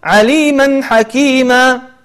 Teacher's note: نخرج النون الساكنة ونظهرها ونخرج معها غنة بسيطة بقدر إظهار النون · Term: الإظهار